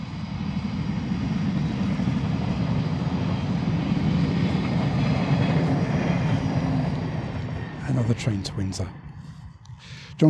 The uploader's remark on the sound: Another walking podcast, this time it's from Bedfont Lakes country park in west London.